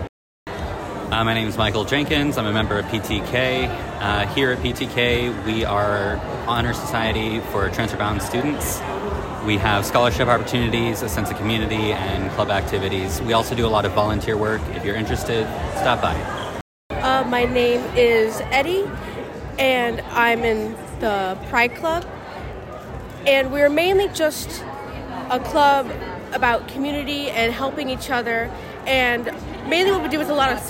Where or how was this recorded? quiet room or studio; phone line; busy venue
busy venue